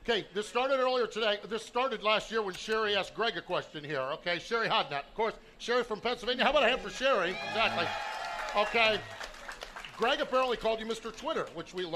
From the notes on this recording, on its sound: Live from the 59th Annual Knoxville Nationals